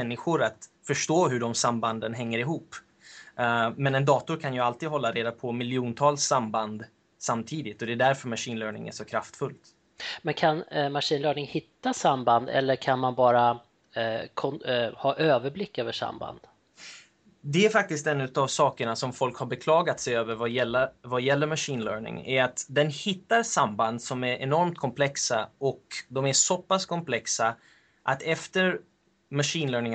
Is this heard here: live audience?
no